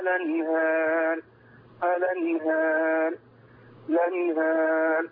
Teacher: هل الالف بتاعه الانهار مقلله؟ لا. اذا الراء مفخمه